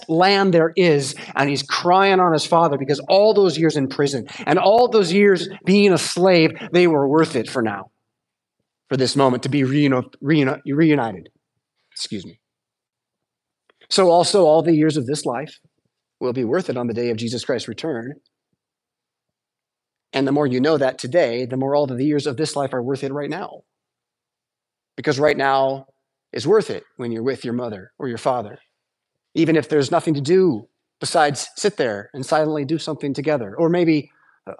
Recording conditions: large echoing room